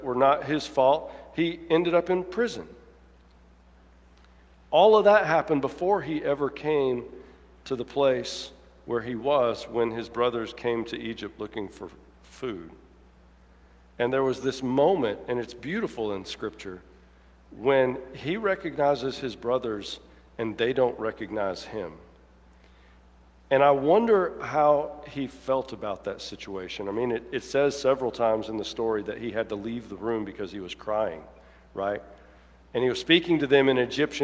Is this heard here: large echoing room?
yes